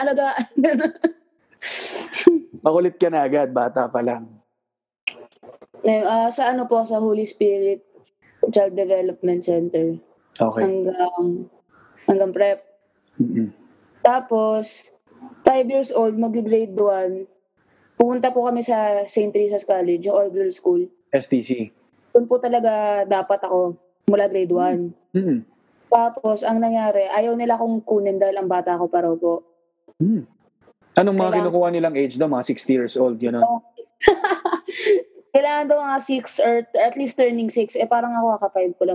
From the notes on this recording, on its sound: via Zoom